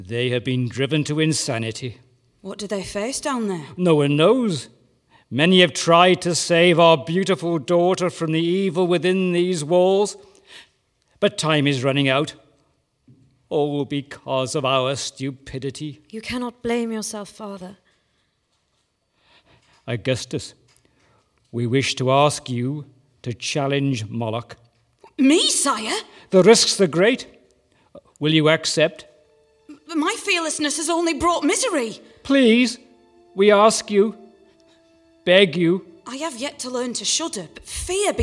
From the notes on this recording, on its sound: Performed live as part of A Very Grimm Christmas. Not for the faint of heart, some of the audience fainted.